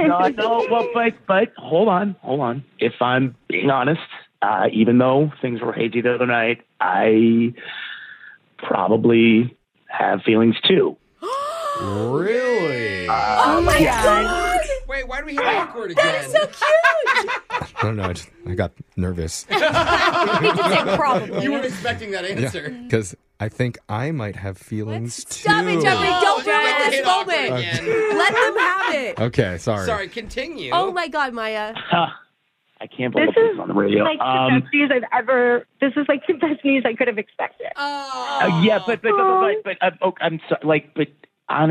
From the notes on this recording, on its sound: Awkward Tuesday Phone Call